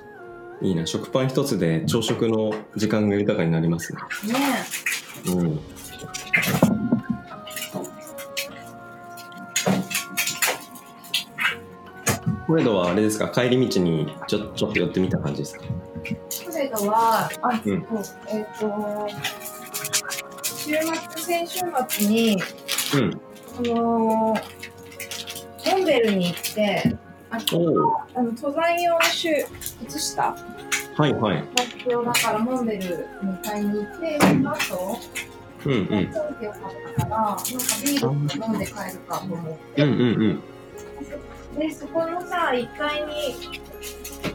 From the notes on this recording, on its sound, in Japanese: オンライン越しの朝から聞こえる、鳥の声。平日の朝8時、それぞれのSoloランニングから帰宅したメンバーとオンラインスタジオで集い。